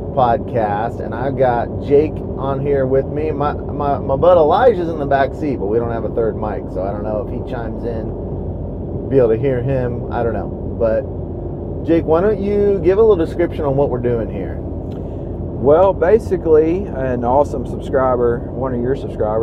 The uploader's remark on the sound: Recording from our truck